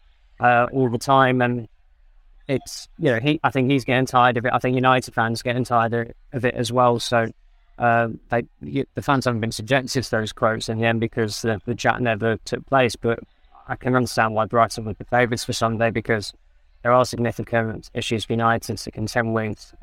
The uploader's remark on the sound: LIVE from the airport